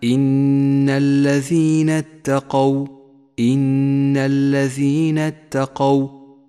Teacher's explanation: ولاحظ أن حرف القاف مفتوح وليس مضموما، فقل إن الذين اتقوا ولا تقل إن الذين اتقوا، فهو خطأ شائع.